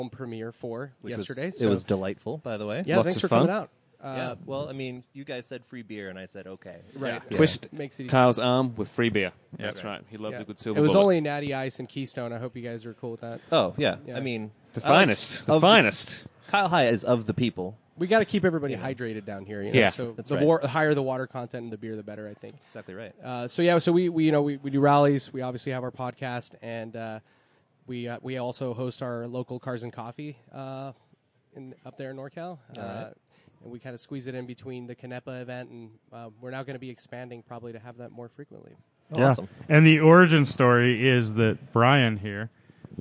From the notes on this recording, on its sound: Live from Luftgekühlt 5. Because this is outdoors at a car show, we apologize for the wind noise and some of the audio fluctuation but, really it's not that bad and this is guerilla podcasting, damnit.